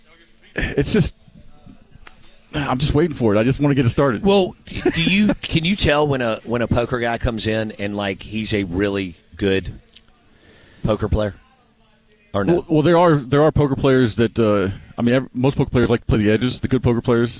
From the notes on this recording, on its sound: live from the mobile BankPlus Studio at the Golden Moon Casino